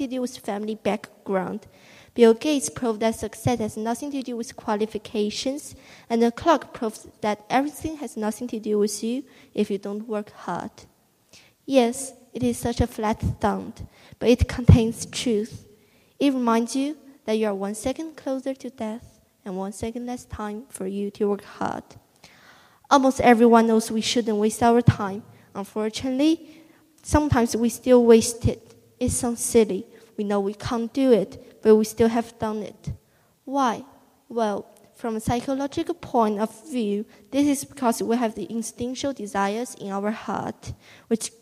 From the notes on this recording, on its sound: The new WellingTEN assembly performances recorded in the theater on the 22nd of October 2021.